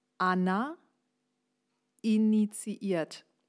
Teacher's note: Das I von initiiert braucht einen extra Anschlag, sonst morpht das so in das A hinein. Und wie gesagt, dann wird es nuschelig.